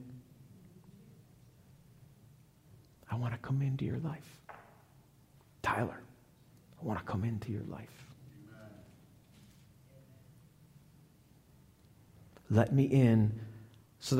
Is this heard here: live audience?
yes